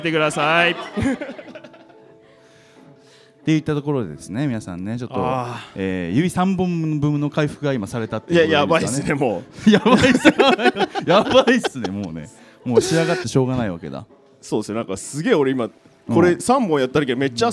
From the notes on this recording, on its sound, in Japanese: 公開収録（前編）。先日、大盛況のなか終演した公開収録の様子を編集してお送りします。